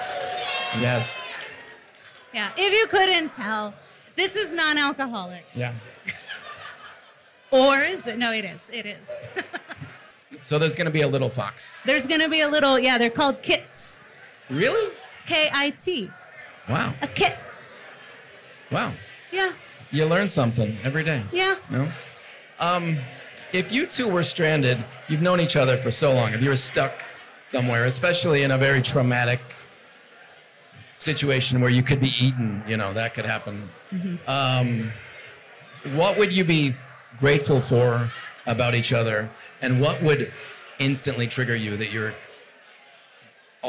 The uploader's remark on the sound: Recorded live at Number Thirty Eight in Denver.